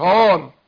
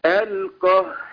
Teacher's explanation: الهاء مرققة وتترقق الألف بعدها · Shown in: second take